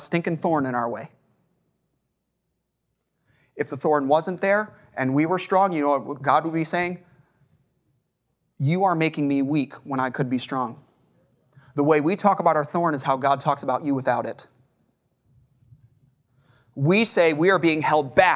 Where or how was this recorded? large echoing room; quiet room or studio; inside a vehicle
large echoing room